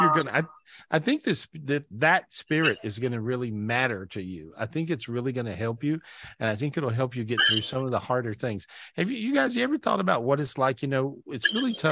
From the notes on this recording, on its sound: This was recorded LIVE on Zoom